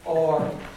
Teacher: the word for gold is or. That's an open O